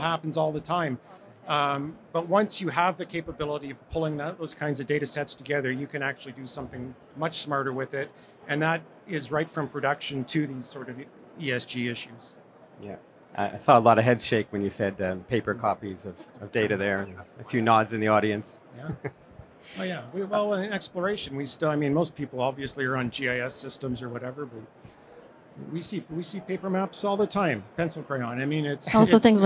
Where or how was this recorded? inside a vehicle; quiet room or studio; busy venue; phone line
busy venue